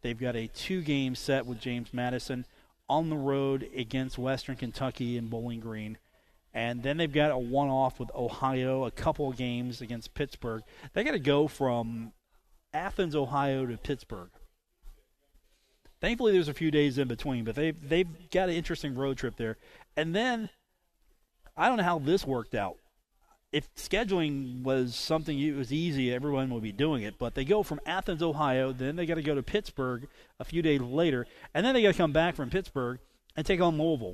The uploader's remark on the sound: Takes the show on the road at Union Pub & Grill in Huntington. On the phone.